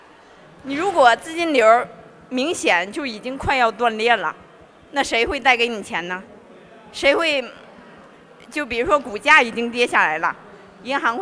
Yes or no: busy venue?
yes